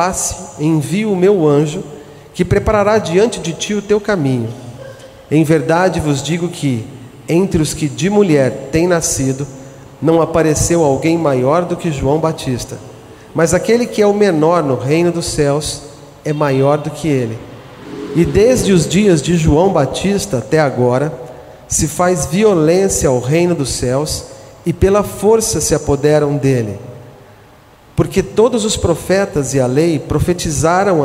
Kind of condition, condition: setting, large echoing room